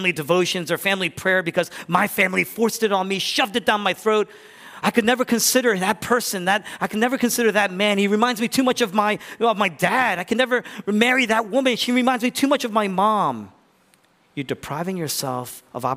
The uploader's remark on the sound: was originally preached in East Falls, Philadelphia on July 16, 2023.